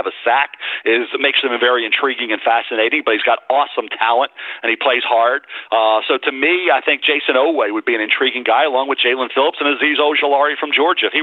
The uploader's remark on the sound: NFL Draft Conference Call.